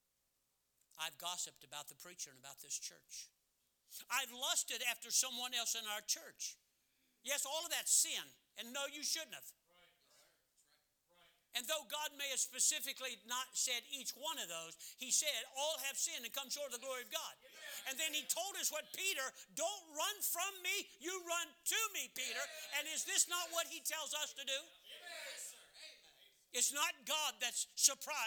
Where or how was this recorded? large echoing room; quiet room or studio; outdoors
large echoing room